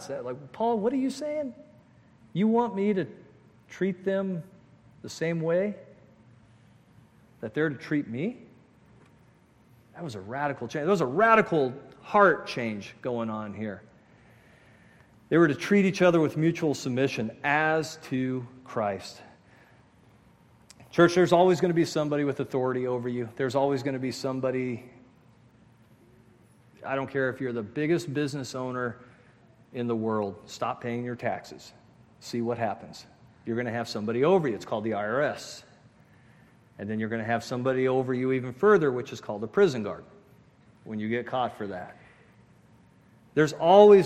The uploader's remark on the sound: at Murrieta Valley Church in Murrieta, California.